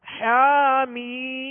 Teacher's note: حامیم، اس کی جب زیر ادا کریں گے تو آواز کو کامل گرائیں گے، آواز کو گرا کر ادا کریں گے ورنہ مجہول پڑھا جائے گا. اس کو معروف پڑھنے کے لیے آواز کو گرا کر حامیم.